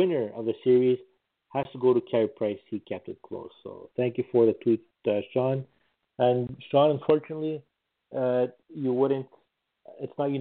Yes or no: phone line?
yes